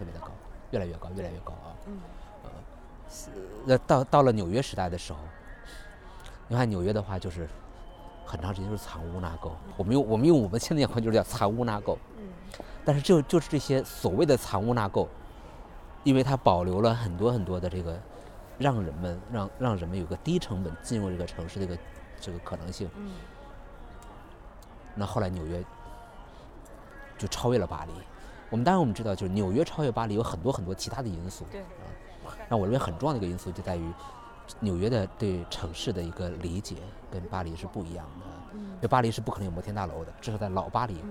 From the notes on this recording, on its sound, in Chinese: 在初春的北京。一起在城市公园，边走边聊。